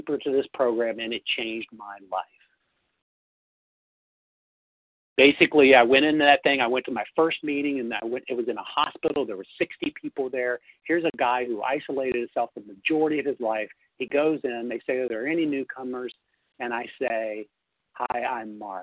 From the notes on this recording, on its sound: Phone Meeting on 11/3/20. 100 Pounders Phone Meeting.